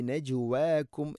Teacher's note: ജീമിനെ ഖൽഖല ചെയ്യണം, കേൾക്കണം